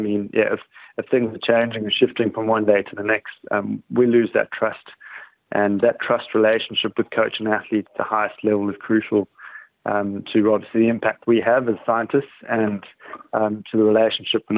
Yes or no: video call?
no